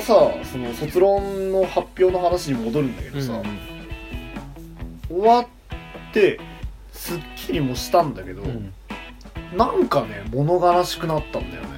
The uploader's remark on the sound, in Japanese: 録音機材：iPhone7